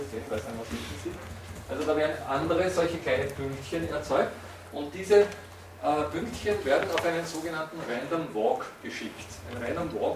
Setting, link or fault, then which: setting, large echoing room